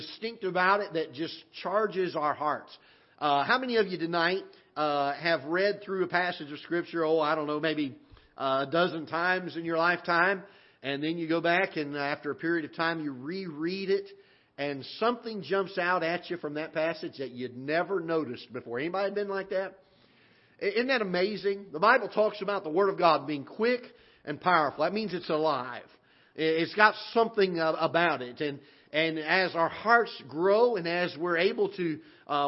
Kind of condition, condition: setting, large echoing room